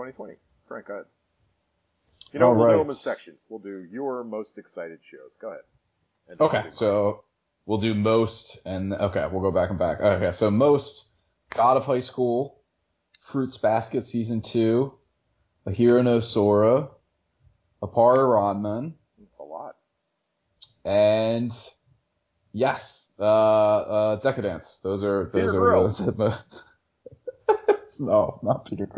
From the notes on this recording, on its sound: our sound quality is bad